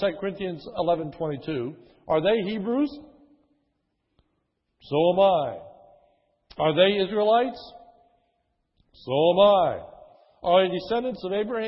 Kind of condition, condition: setting, large echoing room